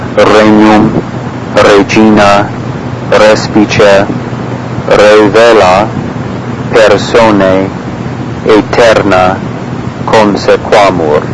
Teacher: R, if at all possible, should be tapped a little bit against the roof of the mouth, as it is in Spanish and all the Romance languages except French.